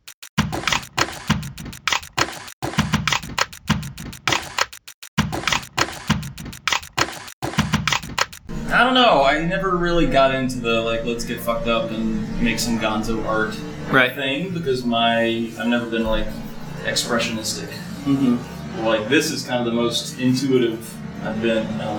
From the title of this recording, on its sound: from the van